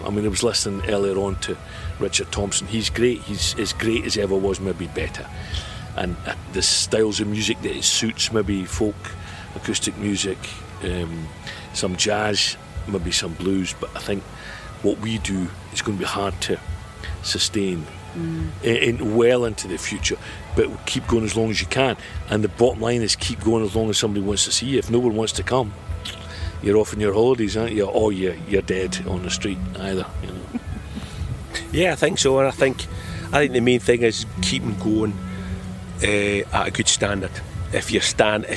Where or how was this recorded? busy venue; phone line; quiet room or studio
busy venue